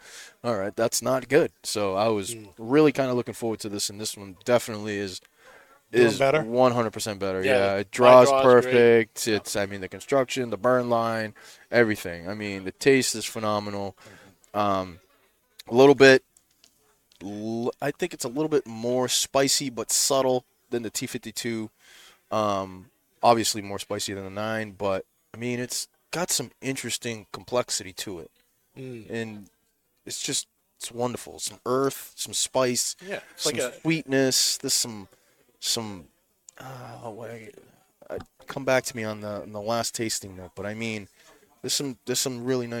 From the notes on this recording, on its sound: Recorded live from the 7-20-4 Lounge!